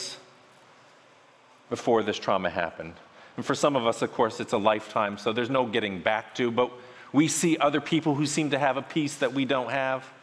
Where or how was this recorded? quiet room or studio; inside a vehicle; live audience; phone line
live audience